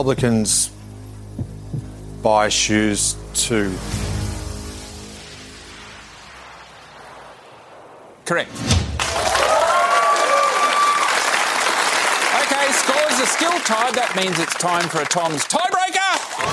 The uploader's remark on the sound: It was recorded in-front of a live studio audience in early September, 2022.